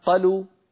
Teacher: لما قلت قلوا ولم أمد الطبيعي اختفت الألف من الوجود واختفت الواو من النطق، قلوا صارت انقلبت الألف إلى فتحة والواو إلى ضمة، لذلك لم يعد لذات الحرف وجود.